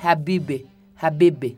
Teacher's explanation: Pronuncian E con la boca de I